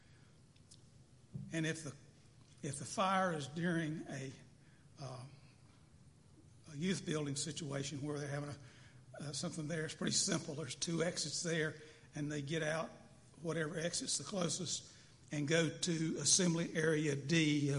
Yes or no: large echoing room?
yes